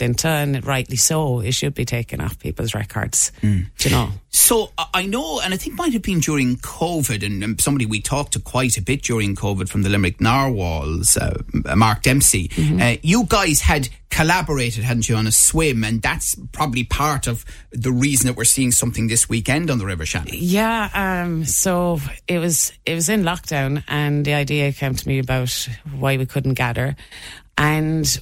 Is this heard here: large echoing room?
no